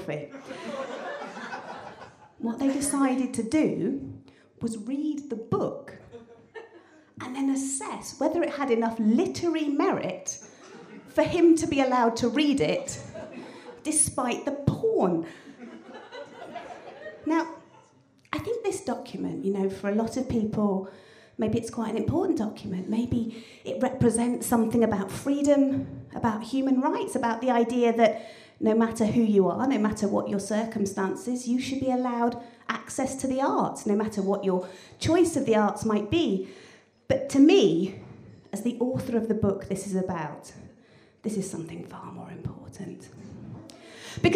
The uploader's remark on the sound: The second of three live recordings from our Tragic Horror live event which took place at the Hackney Attic on the 25th October 2014.